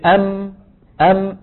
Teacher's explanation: الميم تشبه حرف النون، تخرج بانطباق الشفتين ويصاحب ذلك غنة من الخيشوم